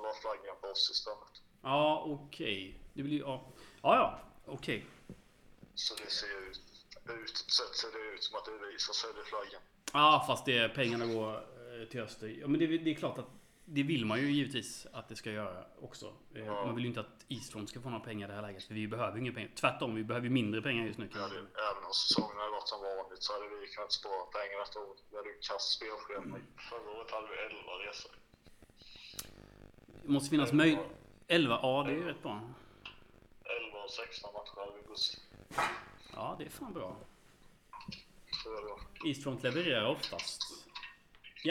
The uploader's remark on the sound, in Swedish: Dåligt ljud. Dåliga klippningar.